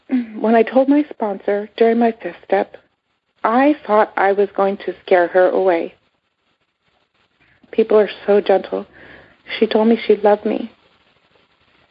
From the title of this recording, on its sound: Monday Noon Phone Speaker Series